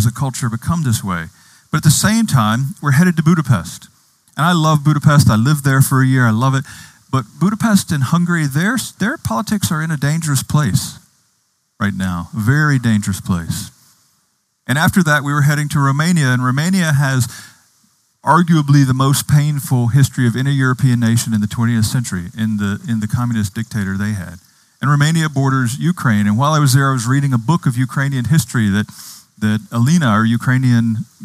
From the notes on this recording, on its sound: Outdoors this Summer, outside the Retreat House. On the beautiful and scenic campus of Gordon Conwell Theological Seminary 130 Essex St, South Hamilton, MA 01982.